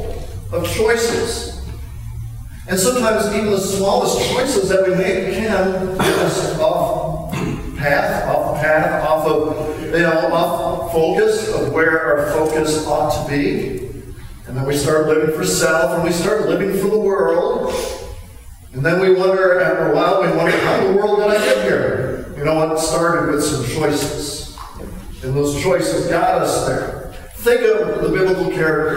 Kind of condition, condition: fault, poor sound quality